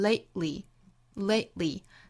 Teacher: 在 lay 和 li 这两个音节之间，声音顿开了，憋掉了，用嗓子去憋一下这个音